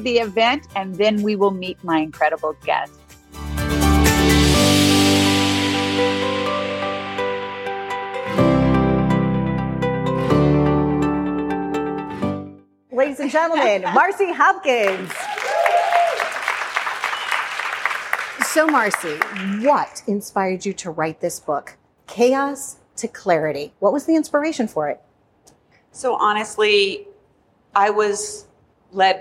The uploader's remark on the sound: Chaos to Clarity Book Signing. She is joined on stage by two good friends.